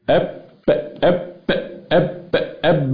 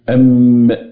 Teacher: الإطباق اللي في الباء أقوى من الإطباق اللي في الميم